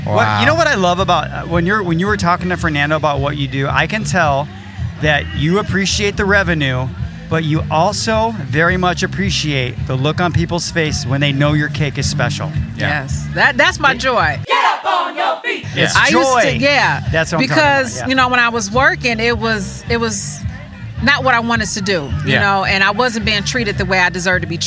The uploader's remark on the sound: We loved connecting with people at the market and we loved the way these much deserved good people got a chance to step up to the mic and made the most of it!